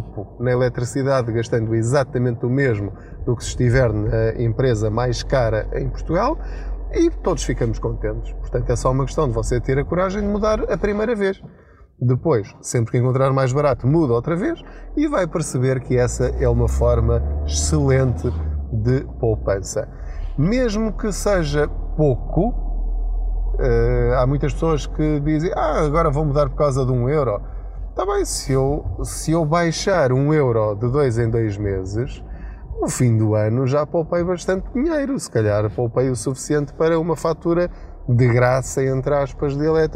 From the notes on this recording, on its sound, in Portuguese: Não ligue aos barulhos da viagem.